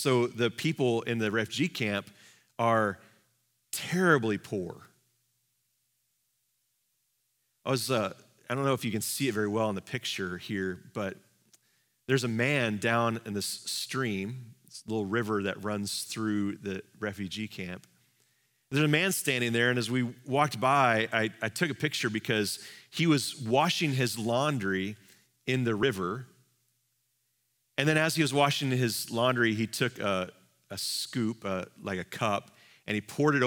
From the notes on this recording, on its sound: Live from our Celebration Ministry Center